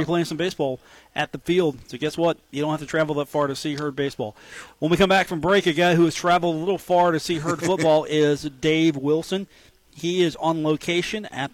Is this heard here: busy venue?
yes